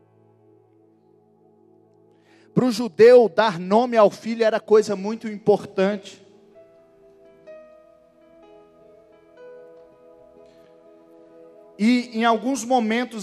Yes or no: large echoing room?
yes